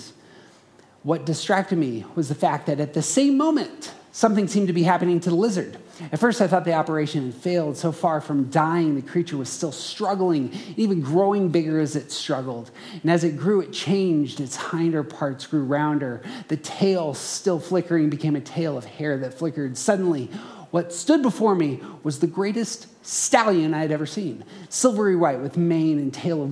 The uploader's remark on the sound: Around the Circle hosted a conference. This audio is a live recording from that conference.